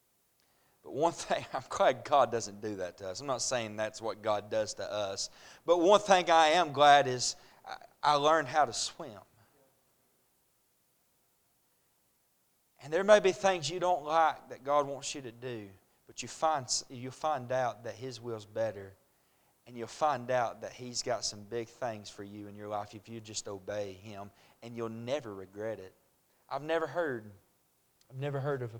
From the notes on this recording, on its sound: A message preached at Crossroads Baptist Church